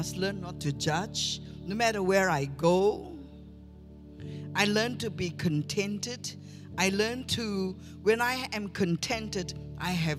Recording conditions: large echoing room